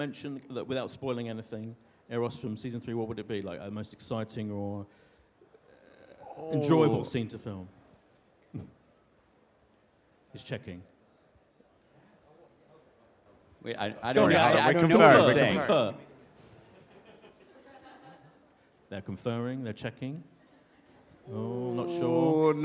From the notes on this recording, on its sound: at the Apple Store, Covent Garden in London